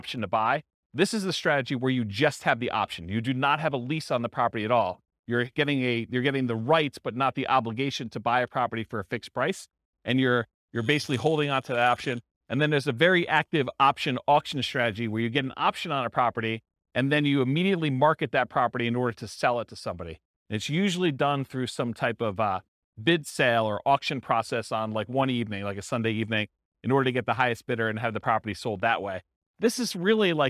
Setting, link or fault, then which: setting, live audience